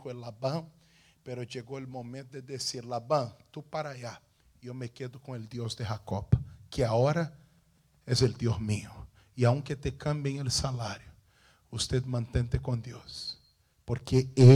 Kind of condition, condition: setting, large echoing room